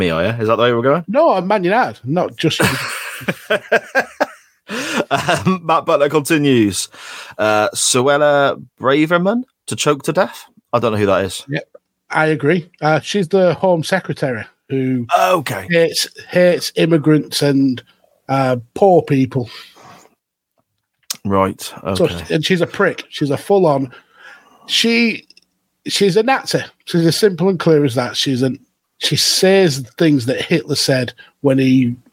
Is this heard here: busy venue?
no